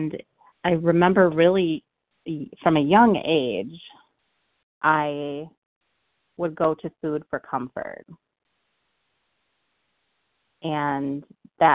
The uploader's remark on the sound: from the 100 Pounders Phone Meeting